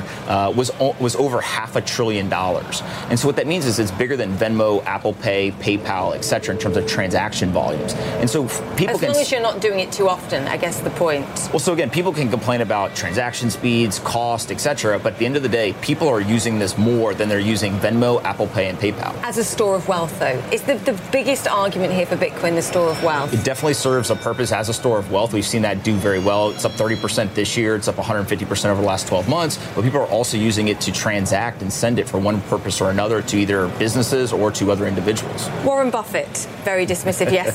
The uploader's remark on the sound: live from the New York Stock Exchange